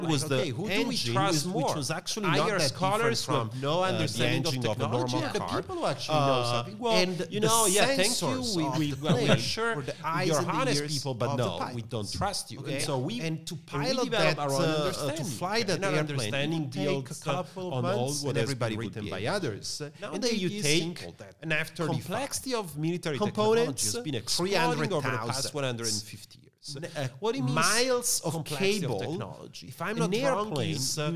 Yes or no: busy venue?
yes